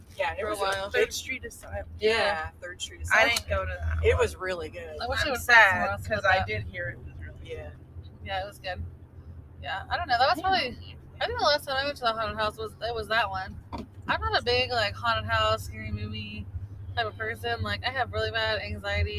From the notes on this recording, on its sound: as we record on the way to Maple Leaf Festival!